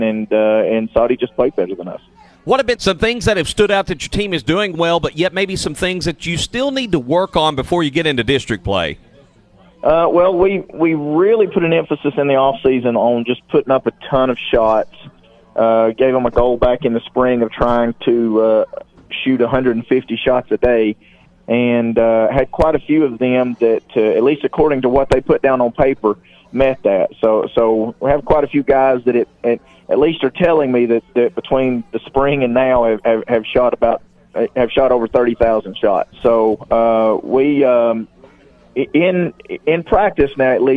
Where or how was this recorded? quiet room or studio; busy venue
busy venue